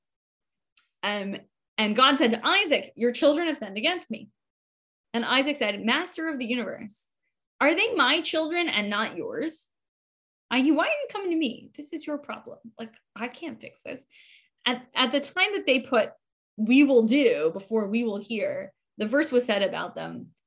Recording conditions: video call